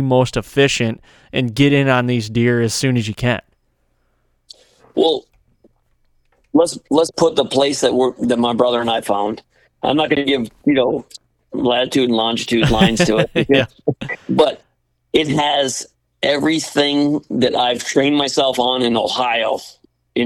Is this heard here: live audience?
no